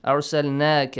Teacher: So inna arsalnaka, make sure ra is with tafkhim, okay? It's pronounced a little bit heavily.